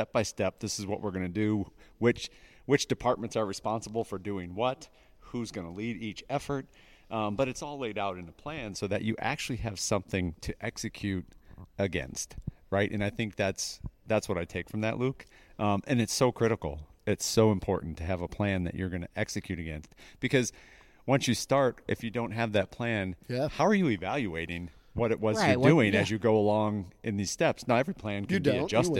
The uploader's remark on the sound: sat down with us at the ASHHRA (American Society for Healthcare Human Resources Administration) 2022 Annual Conference in Phoenix, Arizona.